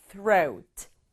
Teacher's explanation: th는 하는 바람 소리, 그리고 r 소리, oa가 만나서 o 소리예요. throat. 한 박자예요.